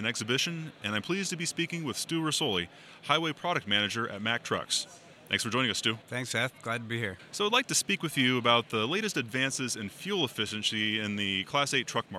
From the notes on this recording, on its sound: live from ATA's MCE 2021 show floor